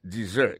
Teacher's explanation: Malgré que y a deux S à donner, il y a son Z carrément.